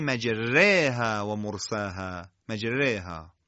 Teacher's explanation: الف مدی پس از حرف را اماله کبرا درش اتفاق افتاده. به دلیل وجود اماله کبرا دیگه الف از حالت خودش خارج شده، پس حالت کسر به خودش گرفته، حالت ترقیق به خودش گرفته.